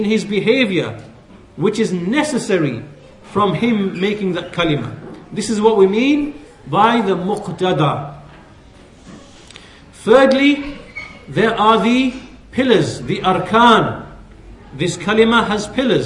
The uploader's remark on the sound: at the Leeds, The Correct Path conference